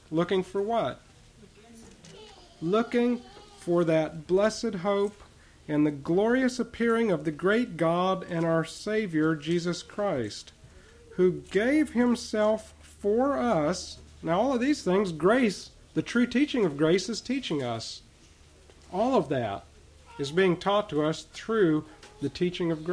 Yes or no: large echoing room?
yes